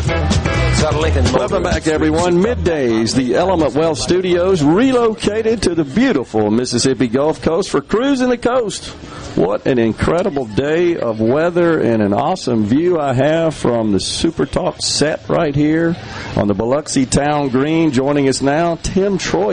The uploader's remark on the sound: LIVE from the Biloxi Town Green for the 26th annual Cruisin' the Coast. He is joined by a variety of guests - from local business leaders to elected officials and everyone in between!